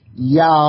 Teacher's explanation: When you go from the narrow ooh to the wide a W could very easily just come all by itself.